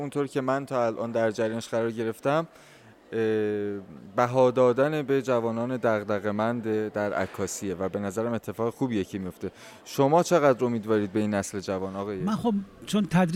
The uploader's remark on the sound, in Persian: این گفت و گو در پخش زنده و خانه هنرمندان ایران ضبط شده است.